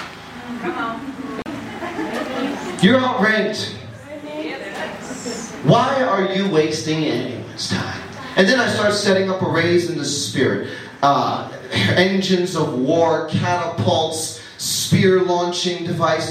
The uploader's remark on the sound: Ermelo, South Africa. The recording of the first night of a ground breaking conference.